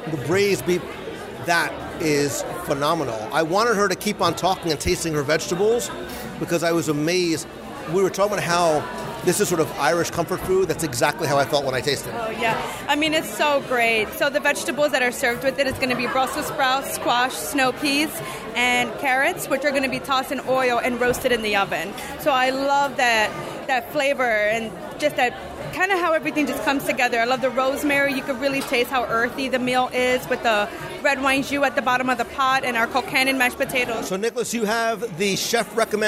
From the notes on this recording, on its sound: Raglan Road LIVE Restaurant Review. Join me at the table at Raglan Road Irish Pub in Disney Springs for a LIVE dining review. Chat with one of the live performers, and some of the staff.